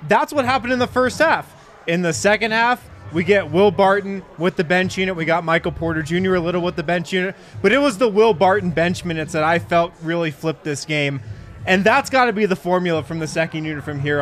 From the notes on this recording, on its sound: Break down the game live from the Winner's Lounge.